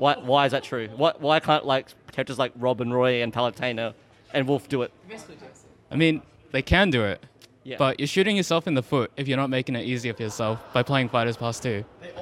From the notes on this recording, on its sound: The fellas setup up a podcast at phantom. Funny goofs and gafs as people at the event walk in and out of the poddy, talking about whats happening at day 1 of Phantom 2022. The scuffed live format.